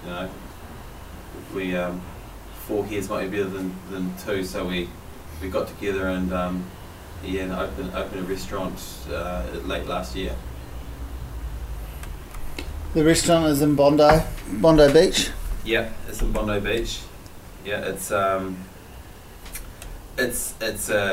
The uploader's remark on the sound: We were in Sydney and we decided to sit amongst the street-noise and talk shop.